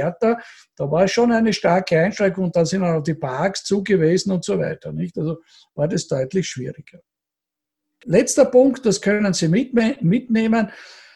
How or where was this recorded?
video call